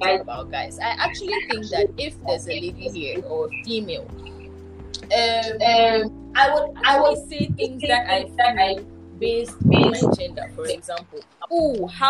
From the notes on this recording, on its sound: This was the test recording of how “That Gender” would be like. It has the raw unfiltered audio with a bit of feedbacks that make hearing a bit difficult.